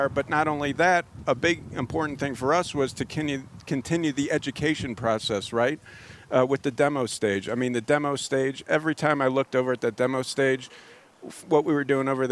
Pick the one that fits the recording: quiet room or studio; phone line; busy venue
busy venue